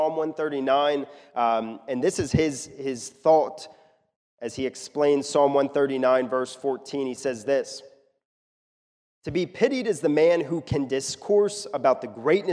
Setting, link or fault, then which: setting, large echoing room